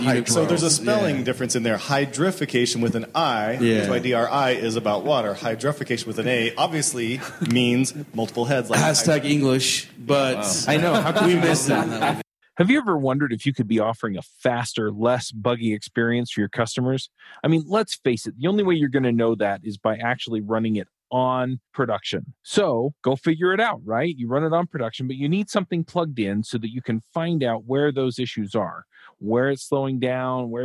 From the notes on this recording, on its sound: LIVE! from ng-conf 2015.